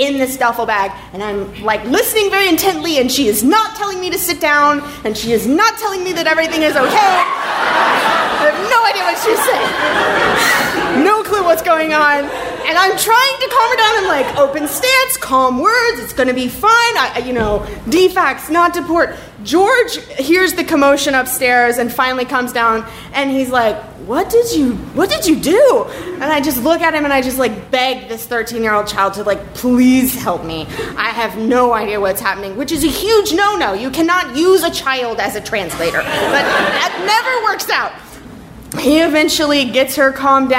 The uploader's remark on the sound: Live From Atlanta!